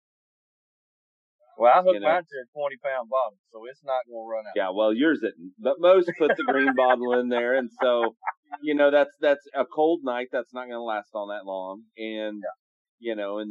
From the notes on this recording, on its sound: All Over Overland LIVE radio Show. The quality of sound is not great as we were dealing with bad weather and worse connections.